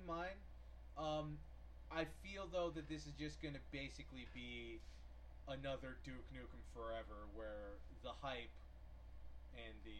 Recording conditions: uneven or low level